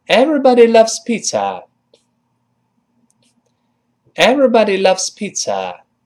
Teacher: 读快了之后，那个 z 声带震动几乎听不到了